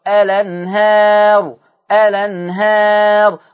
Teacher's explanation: هننقل فتحة الهمزة إلى اللام فتقرأ الأنهار الأنهار. · Term: النقل